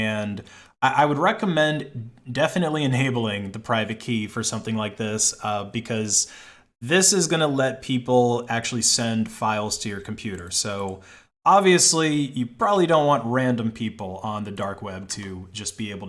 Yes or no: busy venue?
no